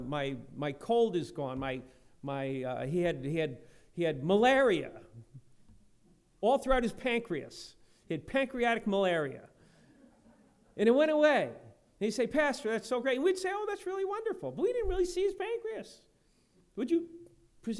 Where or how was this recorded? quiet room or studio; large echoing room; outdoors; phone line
large echoing room